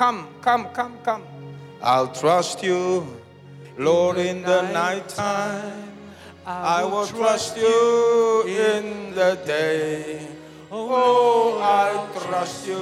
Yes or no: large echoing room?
yes